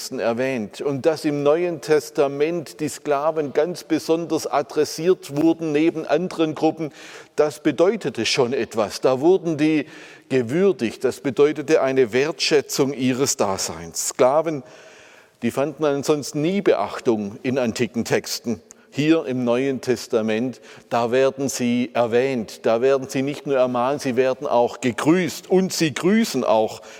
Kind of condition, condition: setting, large echoing room